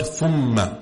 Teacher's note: This word ثم، every single time you come across it in the Quran, it will always be merged with the غنّة، because it follows that ruling of the ميم ساكنة. · Term: إدغام